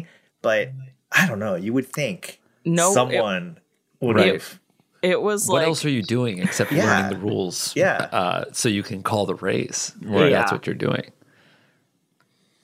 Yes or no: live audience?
no